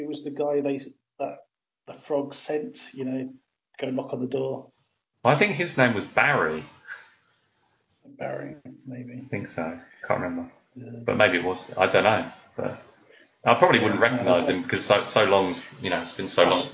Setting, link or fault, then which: fault, poor sound quality